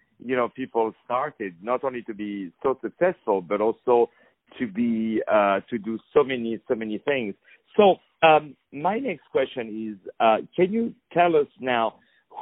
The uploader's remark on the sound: On the phone